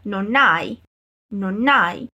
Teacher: Vedi che qua abbiamo la N di non che si collega alla lettera H di hai, il che trasforma queste due parole in praticamente una sola.